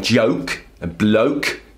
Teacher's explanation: he's making a sound that should have one vowel sound into two vowel sounds · Term: diphthong